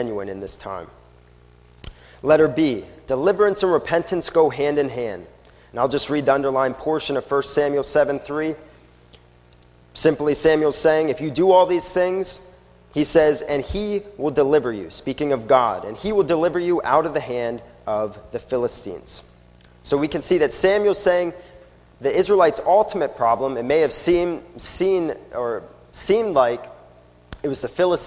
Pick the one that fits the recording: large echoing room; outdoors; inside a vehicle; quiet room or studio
large echoing room